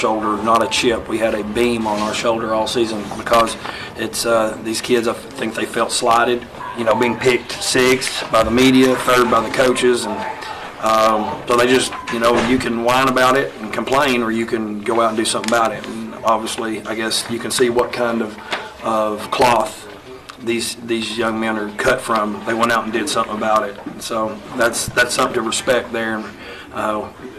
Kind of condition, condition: setting, busy venue